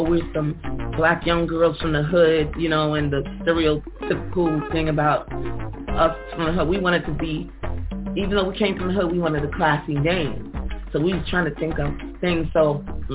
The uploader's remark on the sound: We gonna have these ladies live on the phone.